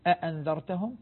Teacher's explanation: منهم من يحقق الهمزتين كحفص